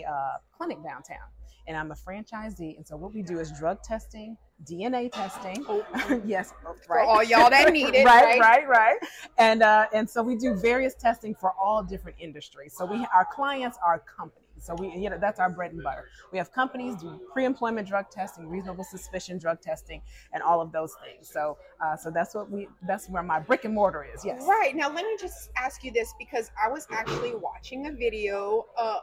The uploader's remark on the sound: Live coverage of the CBC Networking Mixer. Listen in on some of the panel discussions from several successful business owners.